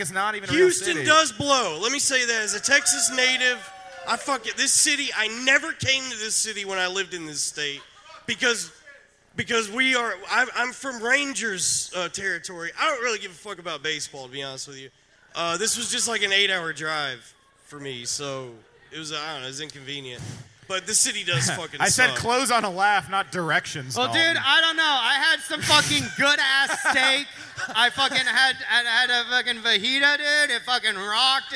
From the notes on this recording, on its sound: LIVE from Skankfest South at The Secret Group in Houston, Texas!